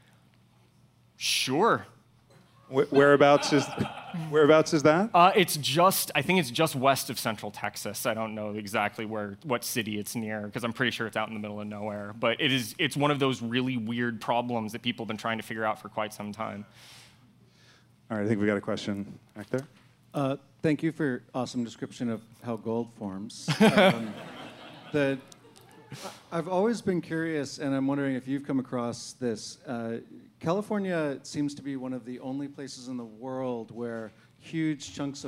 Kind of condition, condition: setting, busy venue